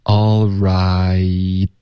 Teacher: 结尾的 t 呢我们会省略